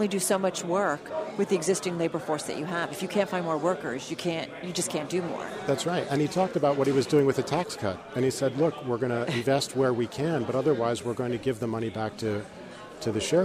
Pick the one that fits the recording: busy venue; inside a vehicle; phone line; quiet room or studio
busy venue